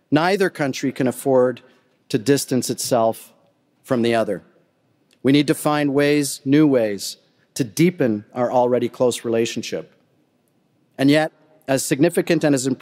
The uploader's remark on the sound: Addresses the audience at the US-Canada Summit, hosted by BMO and the geopolitical risk advisory firm Eurasia Group.